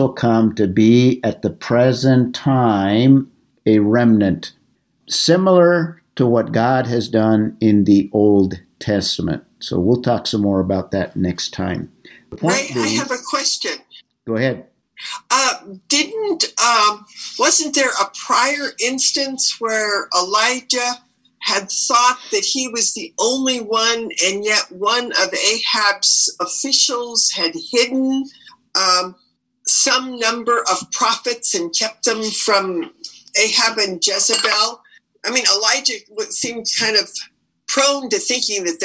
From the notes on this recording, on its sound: This was our Zoom meeting #26